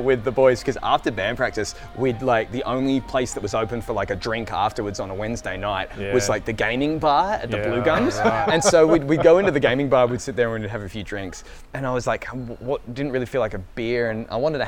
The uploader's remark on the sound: we record ON LOCATION at our local Hammerbarn